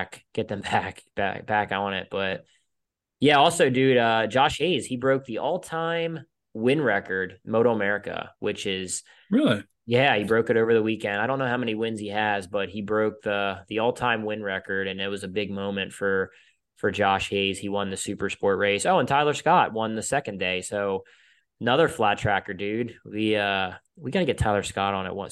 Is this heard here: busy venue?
no